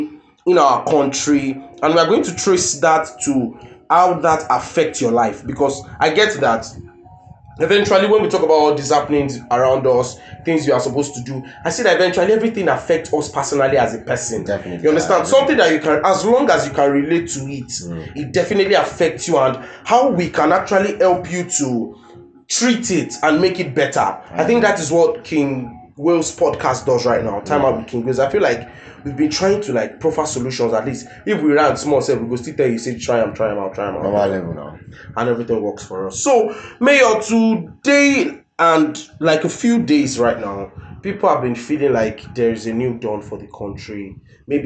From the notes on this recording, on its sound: Pardon us for the sound.